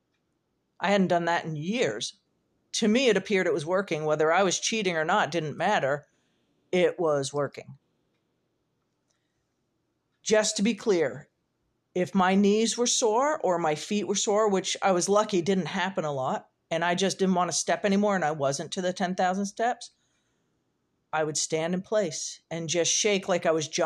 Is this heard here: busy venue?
no